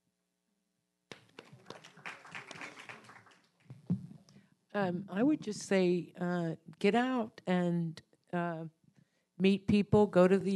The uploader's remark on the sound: Here's the audio from the event